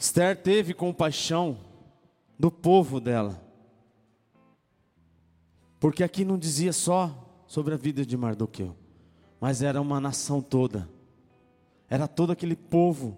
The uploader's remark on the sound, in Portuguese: Palavra gravada em 25/09/2016 na igreja Bola de Neve Ermelino Matarazzo